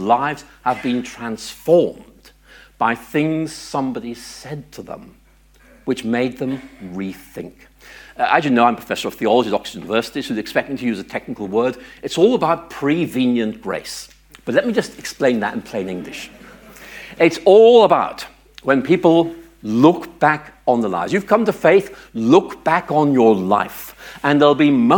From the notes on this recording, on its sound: This keynote address was given at Unbelievable?